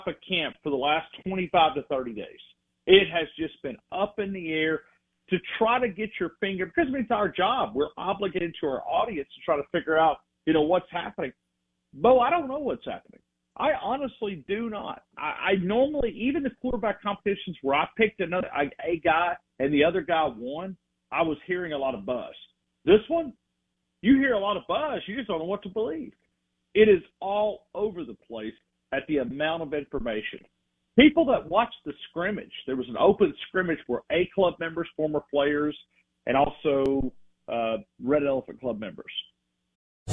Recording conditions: phone line